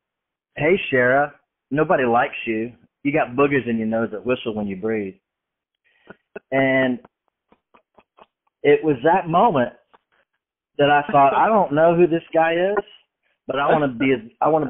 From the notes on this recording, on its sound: on the phone telling stories and laughing